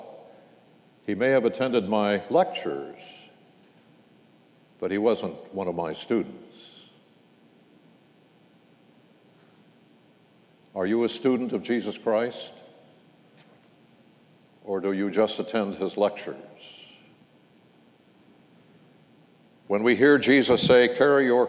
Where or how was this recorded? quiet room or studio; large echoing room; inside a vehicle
large echoing room